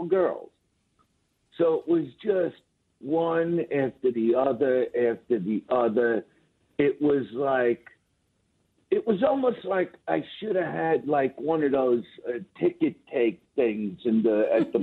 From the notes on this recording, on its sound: so we got him on the phone